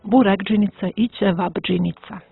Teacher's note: dolazi do asimilacije, jednačenja suglasnika po zvučnosti. Pa će u ovim slučajevima k preći u svoj zvučni parnjak g, a t u b i dobit ćemo jedino ispravno burek džinica i ćevap džinica.